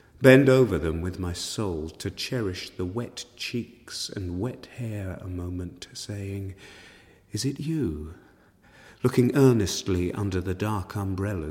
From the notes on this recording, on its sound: The Poetry Exchange at St Chad's College Chapel as part of Durham Book Festival. The Poetry Exchange at St Chad's College Chapel as part of Durham Book Festival in October 2015.